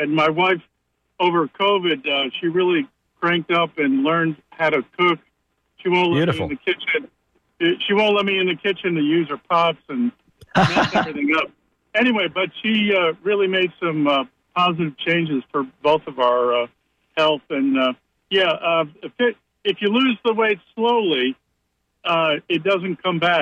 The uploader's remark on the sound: Listeners call in with their most pressing health questions.